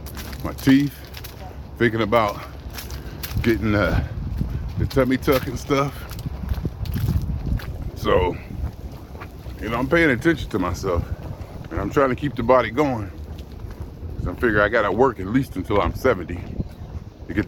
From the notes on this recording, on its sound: Me Walking Talking